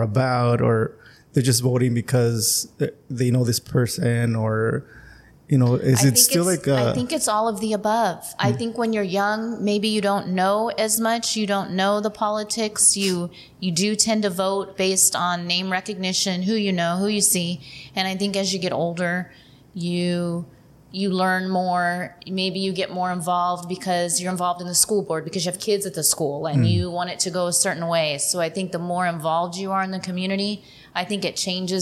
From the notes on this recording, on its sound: Huge thanks to Calexico Brewing Company for allowing us to record this episode at their tap room!!